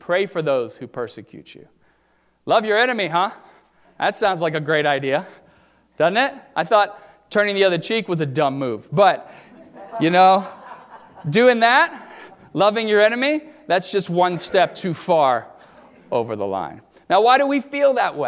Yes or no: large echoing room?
yes